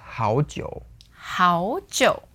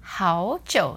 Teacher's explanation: second tone, third tone